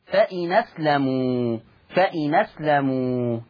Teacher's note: هشيل الهمزه واخد الفتحه احطها على النون، طيب تبقى نون مفتوحه فتقرا فإناه فإناه هكذا فإناه. · Term: النقل